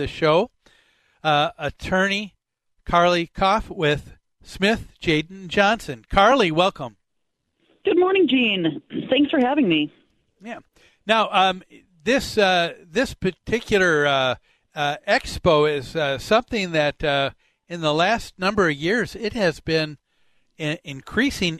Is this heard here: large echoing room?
no